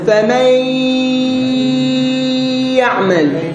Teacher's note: ياء تصاحبها غنة مطولة